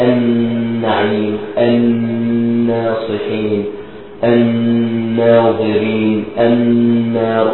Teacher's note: أضغمنا اللام في النون بغنة